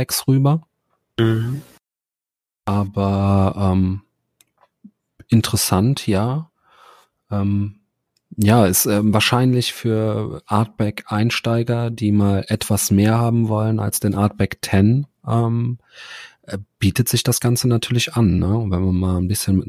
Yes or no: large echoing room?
no